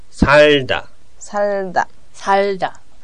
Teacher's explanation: リウルパッチムの発音は舌の先を口の天井に当てるんだけど、その離さないで、その両側から音を出すつもりでやるんですよ